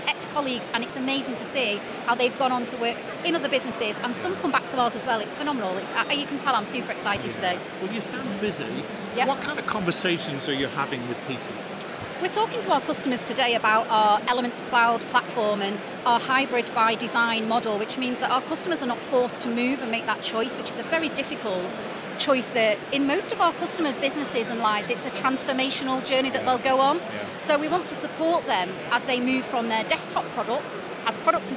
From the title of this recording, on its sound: Accountex 2023 Live Interviews